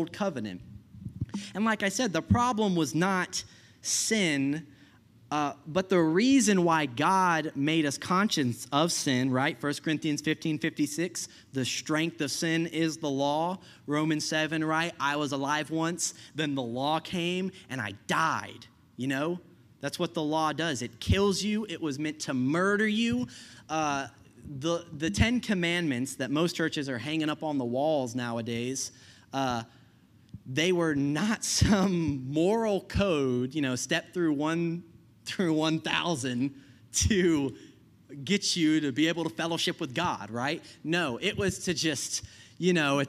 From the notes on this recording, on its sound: I preached this message at Healing Grace Church.